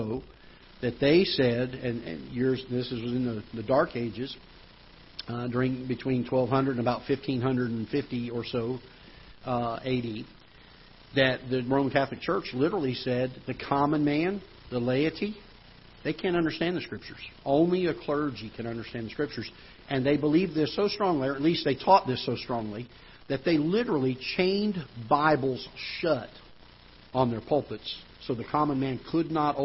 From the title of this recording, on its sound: Ketha Heights Baptist Church ~ Live Broadcast